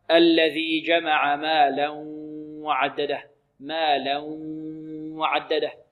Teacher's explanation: لابد من إخراج صوت من ماذا؟ من الخيشوم، وإلا يكون إدغام بغير غنة مع مط الواو. · Term: إدغام بغنة